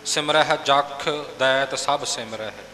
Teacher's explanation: ਜੱਜੇ ਉੱਪਰ ਵਜ਼ਨ ਦੇ ਕੇ ਔਰ ਖੱਖੇ ਦੇ ਅੱਗੇ ਥੋੜ੍ਹੀ ਜਿਹੀ ਆਵਾਜ਼ ਖੁੱਲ੍ਹੀ ਛੱਡ ਕੇ